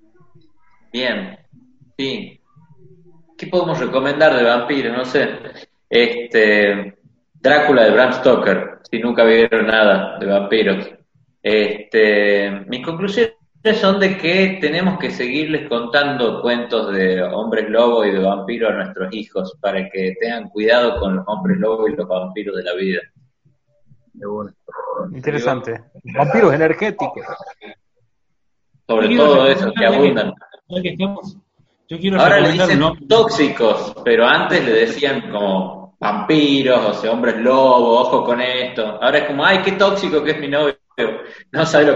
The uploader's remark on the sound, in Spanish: La pandemia nos vuelve a alejar de los estudios, sin embargo, siendo martes, no queriamos dejar pasar la oportunidad de realizar un zoom